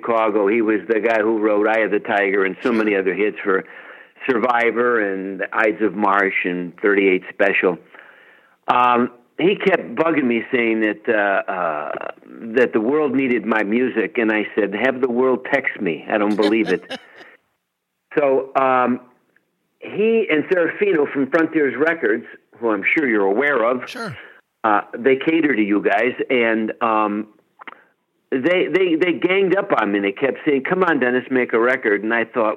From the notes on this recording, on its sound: Called.